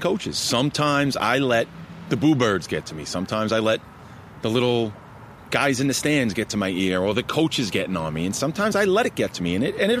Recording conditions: outdoors